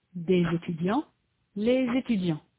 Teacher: This z is pronounced together with the following vowel. · Term: liaison